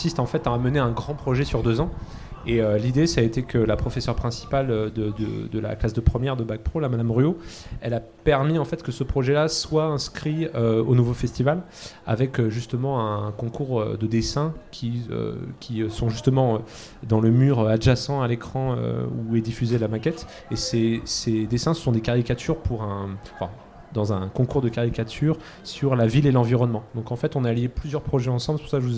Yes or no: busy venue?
yes